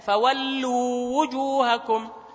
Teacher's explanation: مكن المد الطبيعي ثم ات بالواو المتحركة · Term: مد تمكين